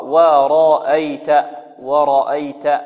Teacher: ورأيت، الهمزة هنا مرققة، ورأيت ورأيت، التاء هنا كذلك، والياء والهمزة ماذا؟ مرققات، إذن عندنا في كلمة ورأيت عندنا الراء فقط مفخمة، نفخمها ونرقق باقي ماذا؟ الأحرف